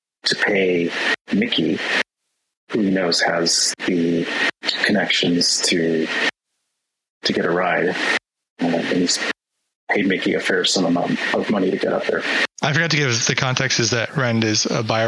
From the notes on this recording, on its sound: Speaker sound quality got a little messed up and also didn't really hit the level of clean-up that I'd have liked.